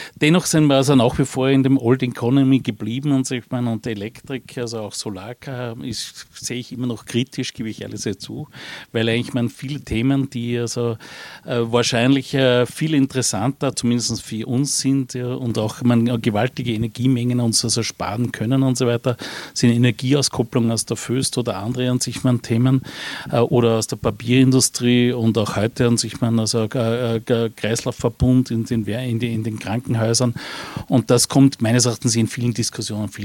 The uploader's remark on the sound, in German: Podiumsdiskussion der Veranstaltung